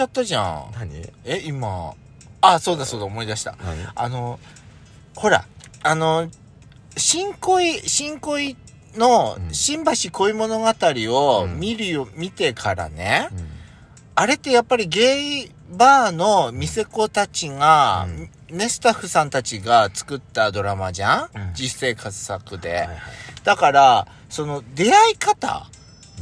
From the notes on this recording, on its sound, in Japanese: パーキング収録